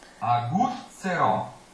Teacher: the Z's are a hard, unvoiced TS sound, and even though Rosina has to sing much more quickly there, it's important to get that double Z out.